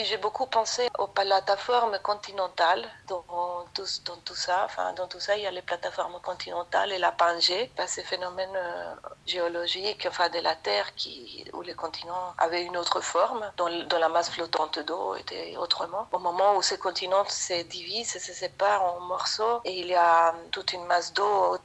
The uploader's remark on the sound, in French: Je suis au téléphone. Réalisatrice confinée sur l'île de Lanzarote.